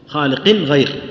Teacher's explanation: خالق النون عند الأسنان، غير في أقصى الحنك · Term: تباعد